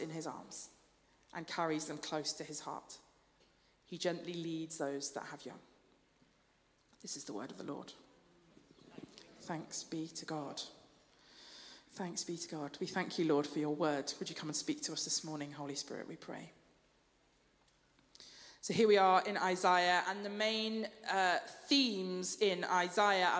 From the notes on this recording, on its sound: Streamed live at St Paul's Shadwell on Sunday, 10 December 2023